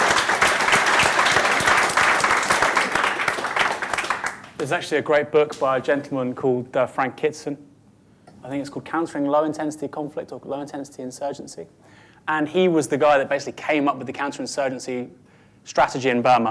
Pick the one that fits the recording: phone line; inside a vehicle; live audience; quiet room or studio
live audience